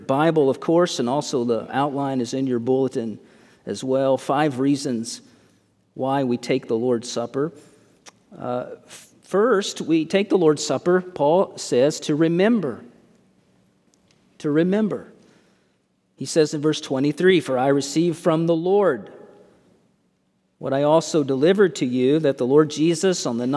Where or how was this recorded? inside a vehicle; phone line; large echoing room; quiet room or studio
large echoing room